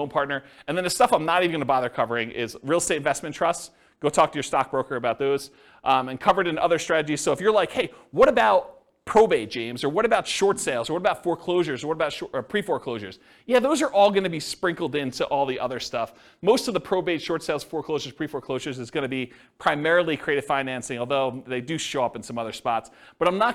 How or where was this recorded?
live audience